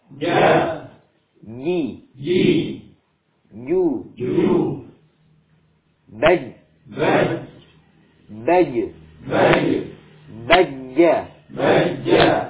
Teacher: tengah lidah menempel secara sempurna pada langit-langit · Term: huruf jim